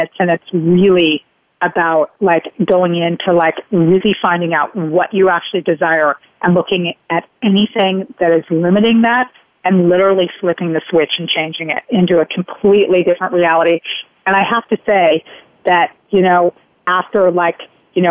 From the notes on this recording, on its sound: Live callers have the chance to receive facilitation from both of us.